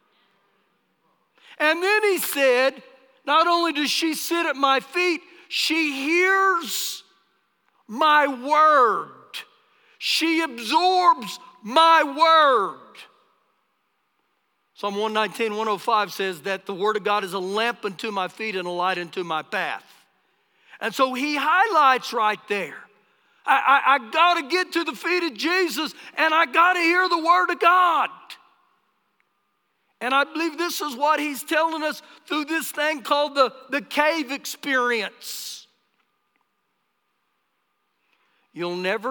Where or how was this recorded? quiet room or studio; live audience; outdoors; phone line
live audience